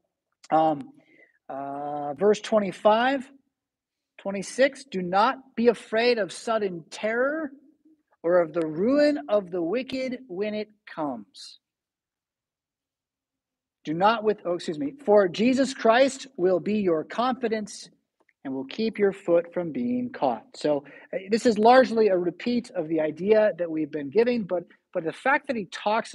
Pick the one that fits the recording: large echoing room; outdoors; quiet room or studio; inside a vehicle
large echoing room